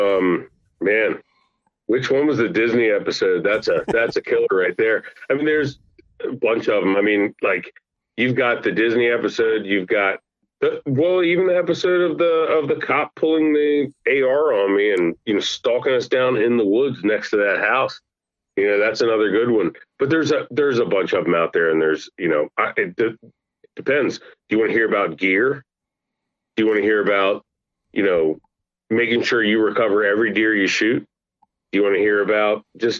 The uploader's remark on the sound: get on the phone with one of their good friends